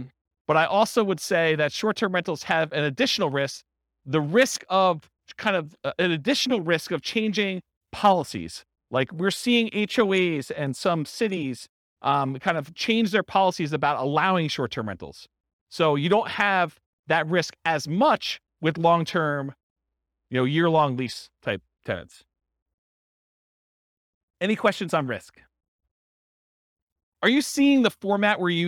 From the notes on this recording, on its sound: This was a live class recorded